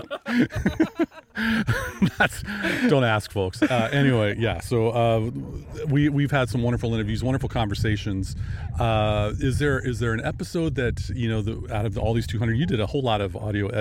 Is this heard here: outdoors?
yes